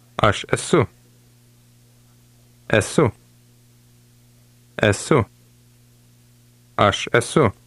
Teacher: Be sure you're saying a very short U sound at the end.